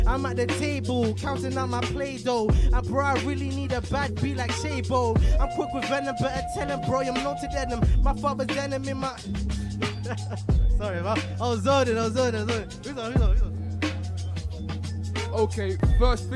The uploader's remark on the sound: Live from the arcade.